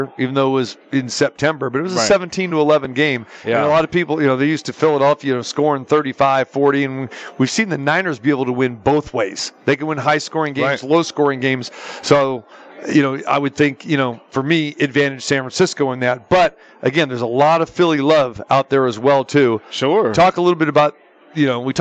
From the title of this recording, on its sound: Live from the Superbook at the Westgate Las Vegas